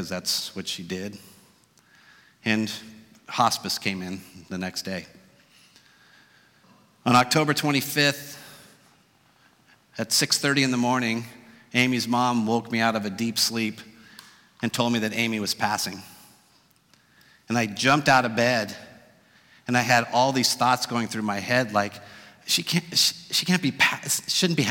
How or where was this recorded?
live audience